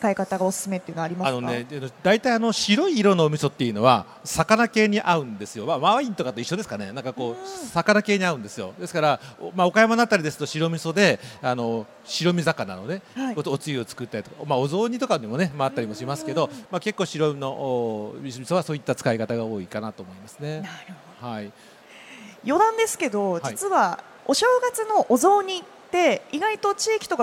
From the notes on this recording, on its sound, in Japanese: CRAFT SAKE WEEK 2023 at ROPPONGI HILLSにて公開収録。